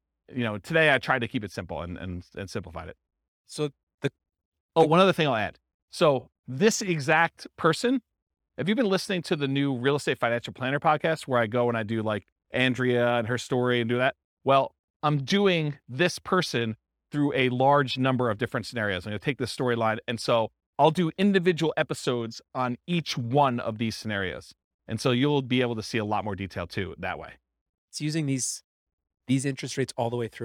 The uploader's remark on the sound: This was a live class recorded